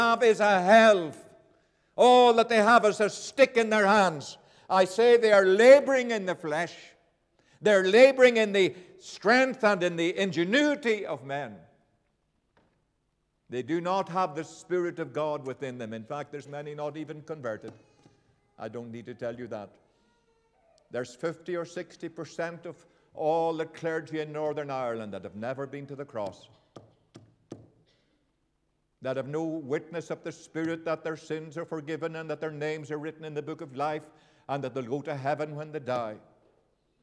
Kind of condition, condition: setting, large echoing room